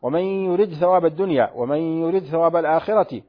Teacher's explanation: السابع: الدال عند الثاء وهو موضعان في آل عمران، ومن يرد ثواب الدنيا ومن يرد ثواب الآخرة، فأدغم الدال في الثاء